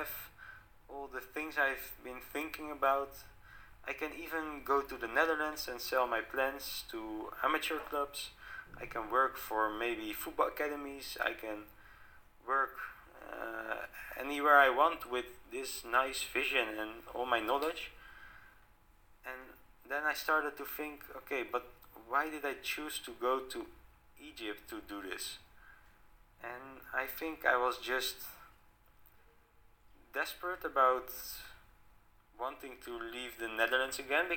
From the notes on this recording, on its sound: Bad quality of voice due to technical problems. I think you can even hear it during the episode.